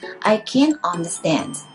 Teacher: 而作为不能、不可以的时候，我们都是作为重音